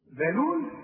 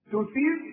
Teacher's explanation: ذلول كلها مرققة بس تطلع لسان